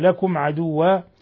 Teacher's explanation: لكم عدوا ميم ساكنة جاء بعدها العين إظهار شفوي